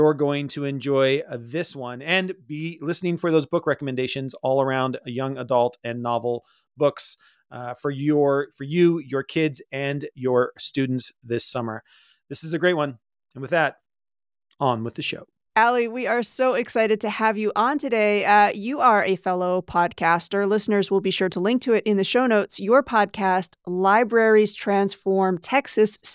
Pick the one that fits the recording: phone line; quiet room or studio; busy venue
quiet room or studio